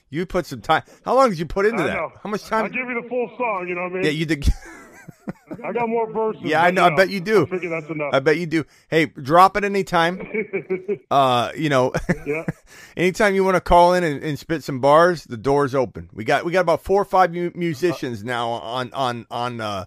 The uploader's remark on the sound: phone calls for roughly 2 hours